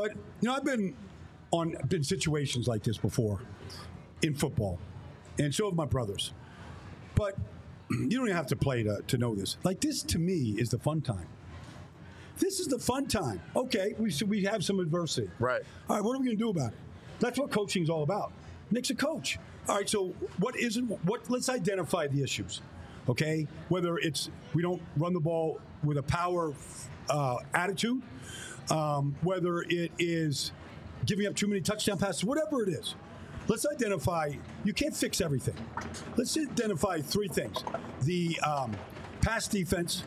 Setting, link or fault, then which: setting, busy venue